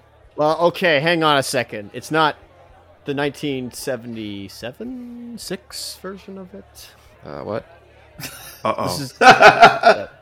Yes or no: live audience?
yes